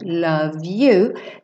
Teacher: som do V, você já liga no you, porque o E não é pronunciado